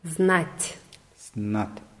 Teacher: Das T am Ende wird weich ausgesprochen, weil da ja ein Weichheitszeichen dran ist.